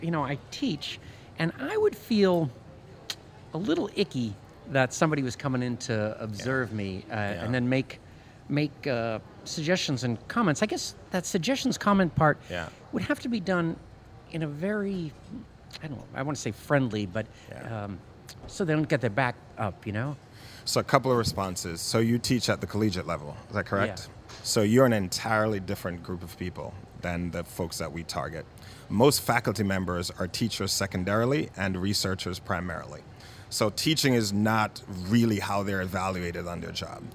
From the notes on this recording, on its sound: Out to Lunch is recorded live over lunch at NOLA Pizza in the NOLA Br.